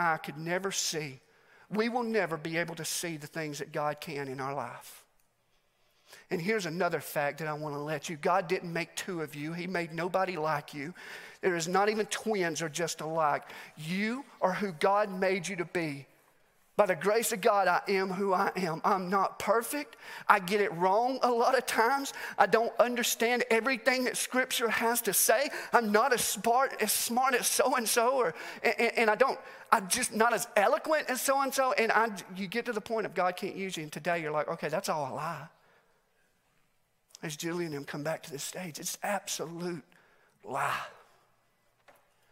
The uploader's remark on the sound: Message recorded live at The Fellowship at Mt Juliet.